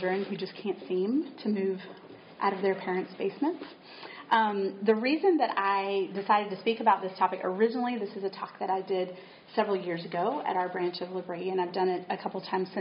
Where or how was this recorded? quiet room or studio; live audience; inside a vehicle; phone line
live audience